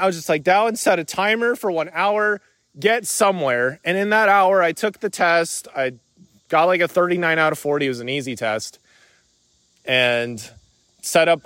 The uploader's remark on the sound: Recorded this while on a walk. Was going to do so in the studio but today it just felt more natural and free-flowing to do it on a walk.